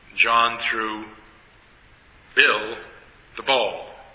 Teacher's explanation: I emphasize both Bill and ball. · Term: accent